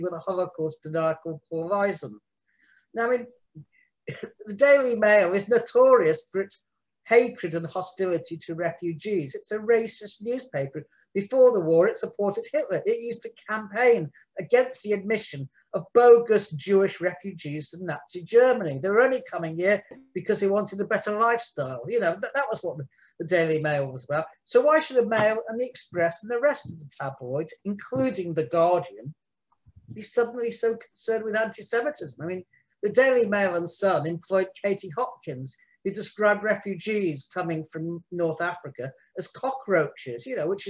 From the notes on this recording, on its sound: In this online event